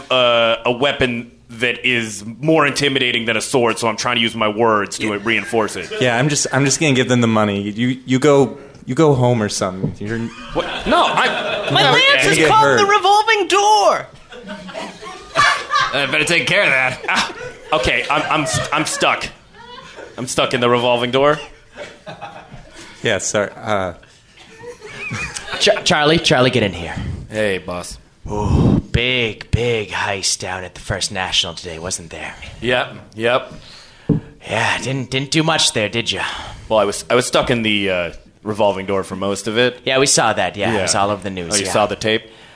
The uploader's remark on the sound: Improvised live in front of an audience